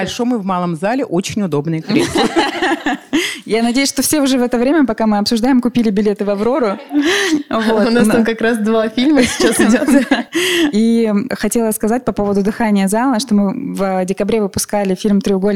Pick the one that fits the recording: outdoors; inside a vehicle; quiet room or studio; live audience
live audience